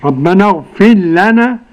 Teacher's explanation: إدغام الراء الساكنة في اللام